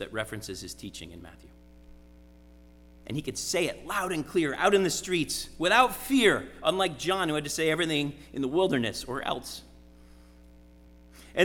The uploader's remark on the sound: Sermon preached at RCHP on January 22, 2023.